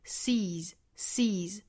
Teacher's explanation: C 尾部加 S 应该读浊音的 Z seas seas 这属于清清浊浊啊，因为 C 它是以元音结尾的。